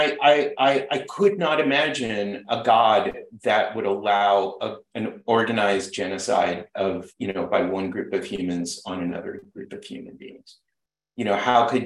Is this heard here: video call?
yes